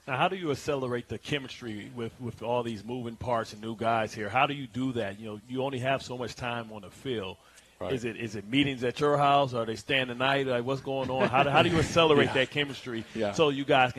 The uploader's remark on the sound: Live from Vanderbilt's in Florham Park, NJ